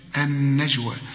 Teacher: وبعدين الياء اهي فوقها ألف عشان تحول الياء إلى ألف النجوى. والجيم لازم تقلقلها النجوى